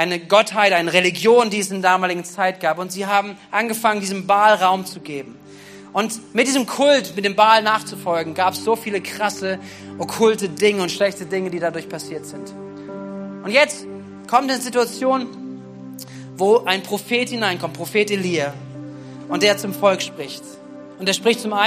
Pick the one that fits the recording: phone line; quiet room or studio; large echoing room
large echoing room